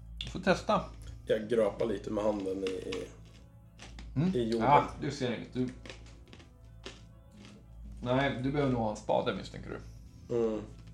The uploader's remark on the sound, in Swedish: Vi ber om ursäkt för dåligt ljud, knaster, knaper, klick och hostningar.